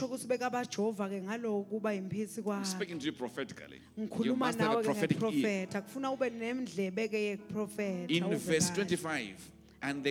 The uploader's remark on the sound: Recorded Live at The Apostolic Hub